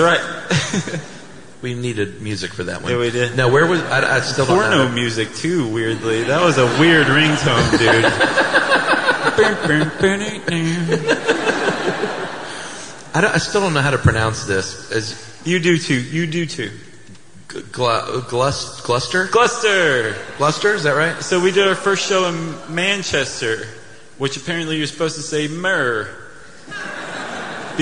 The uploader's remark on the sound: Stuff You Should Know Live in London